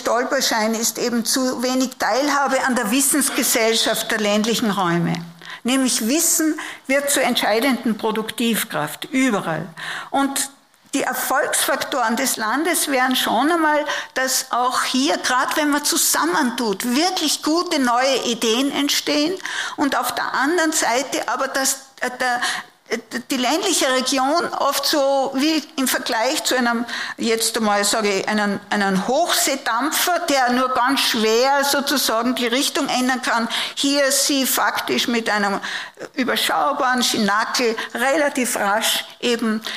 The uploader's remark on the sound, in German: Die Aufzeichnungen dazu entstehen bei den Live-Veranstaltungen zur Direktwahl.